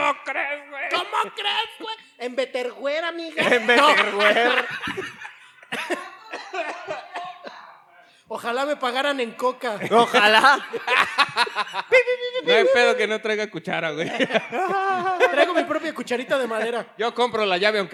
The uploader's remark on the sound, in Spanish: podcast grabado en vivo